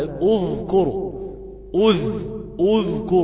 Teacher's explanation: في هذه الحالة لو كانت لو كان الحرف الواقع بين المضمومين زي كلمة أذكر، بعض الناس يقولها أذكر أذ أذكر ويفضل الشفتين مضمومتين من أثر ضم الهمزة وأثر ضم الذال